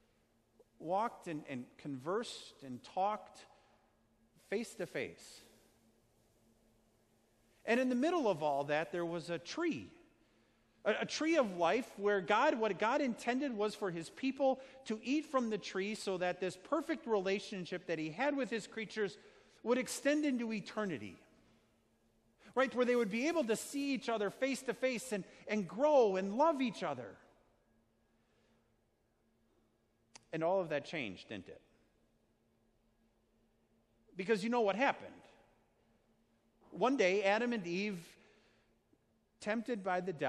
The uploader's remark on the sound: Sermon preached at Our Savior Lutheran Church in Birmingham, AL, on Sunday, November 10th, 2019.